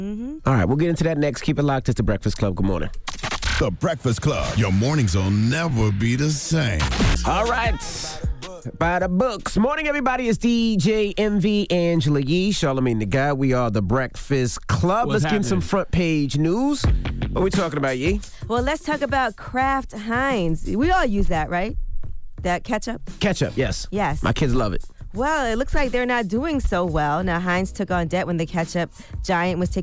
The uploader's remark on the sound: We opened up the phone lines to see if our listeners use any different brand. We opened up the phone lines to see if any of our listeners ever did the same thing.